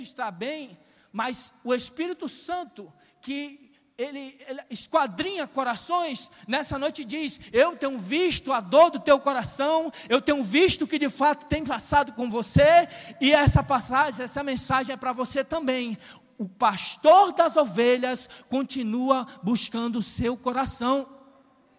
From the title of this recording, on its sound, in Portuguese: CONFERÊNCIA CONEXÃO DINAMUS AO VIVO 22.08.2021 - NOITE